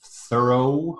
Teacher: We have thorough, where it's an o diphthong, double vowel sound.